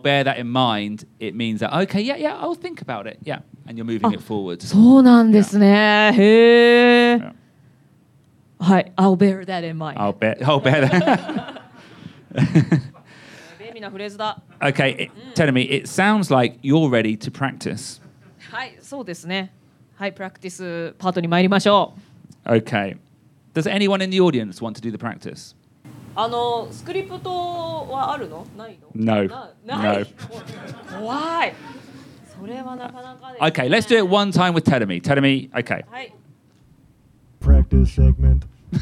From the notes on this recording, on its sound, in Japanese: 初めての対面公開収録。おかげさまで多くのリスナーさんにお越しいただき。